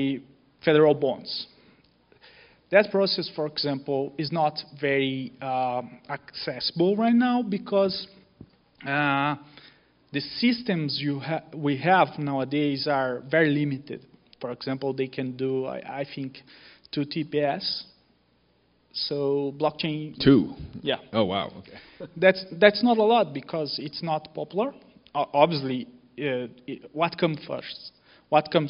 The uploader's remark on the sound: Onsite at Digital Finance Brazil. This episode was recorded live during a fireside chat. At the Digital Finance Brazil event. At the University of São Paulo.